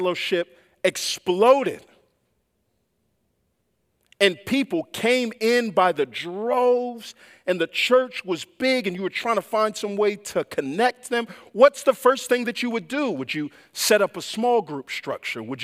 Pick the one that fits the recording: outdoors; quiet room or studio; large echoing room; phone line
large echoing room